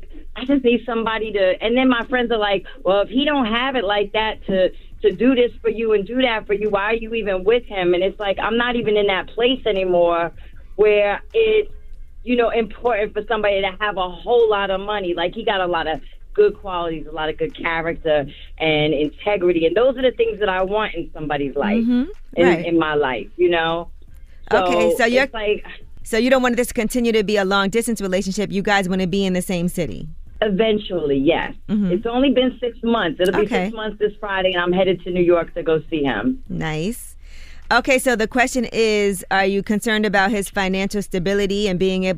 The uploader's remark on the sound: Later on listeners call